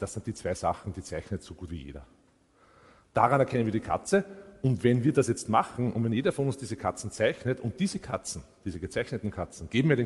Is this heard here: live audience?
yes